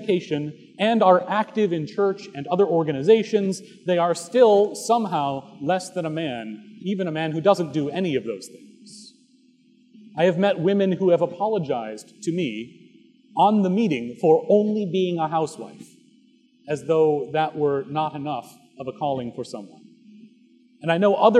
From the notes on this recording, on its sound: Recorded October 8, 2017 at Trinity Presbyterian Church in Bixby, Okla.